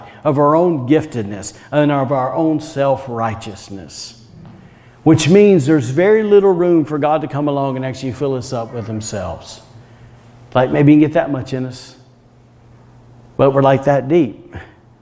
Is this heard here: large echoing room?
yes